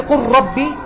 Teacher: لا، لكنهما متقاربان، اللام قريبة من الراء في المخرج فأدغمت · Term: التقارب